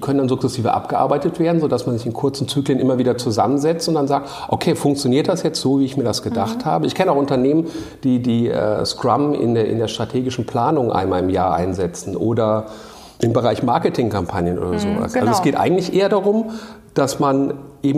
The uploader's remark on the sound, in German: Fuck Up Night Vortrag.